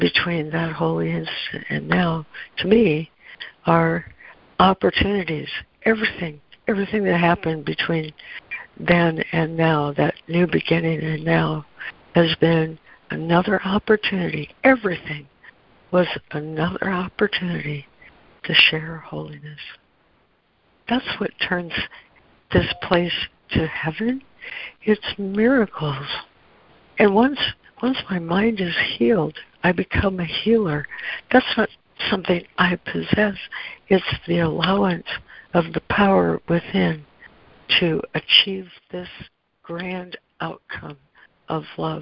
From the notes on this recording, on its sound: ACIM Daily Conference Call